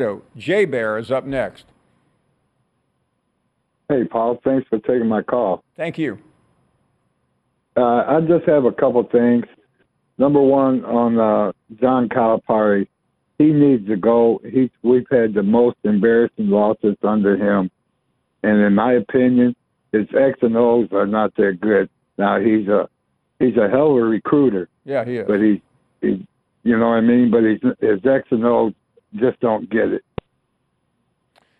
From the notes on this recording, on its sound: we continue with more of your phone calls